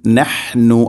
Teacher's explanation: ഹ തൊണ്ടയുടെ മധ്യഭാഗമാണ് ഹ എൻ്റെ മഖ്റജ്